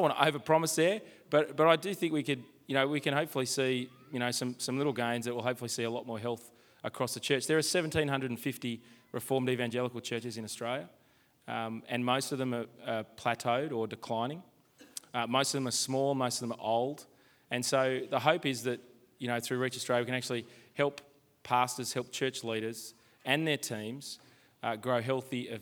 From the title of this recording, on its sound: Live from Multiply and Reach Australia